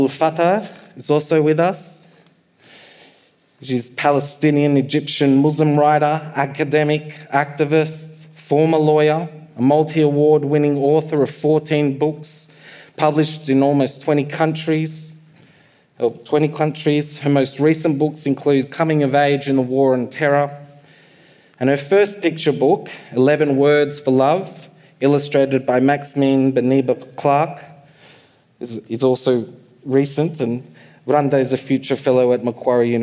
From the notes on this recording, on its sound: Hear from a lively panel of writers and thinkers. This episode was recorded live at the 2023 Sydney Writers’ Festival.